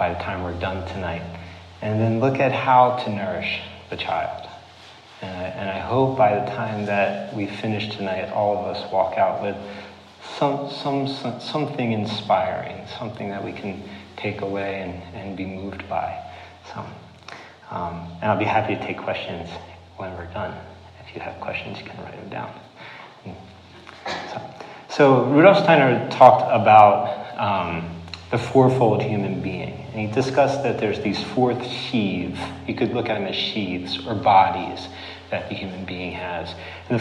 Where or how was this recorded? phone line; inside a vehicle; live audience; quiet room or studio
live audience